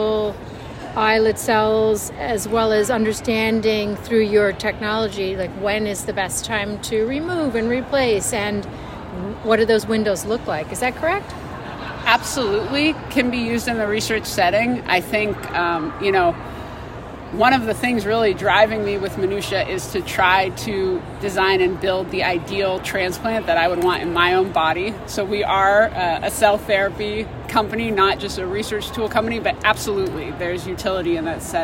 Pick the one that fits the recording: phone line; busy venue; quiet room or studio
busy venue